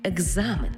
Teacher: Тому слово написано через «к» і «з». А в транскрипції і у вимові будемо чути «г» і «з». Екзамен, тобто дзвінкий плюс дзвінкий.